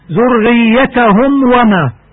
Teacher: أشد إظهارا لأن الميم والواو من مخرج واحد وهو الشفتان · Term: إظهار شفوي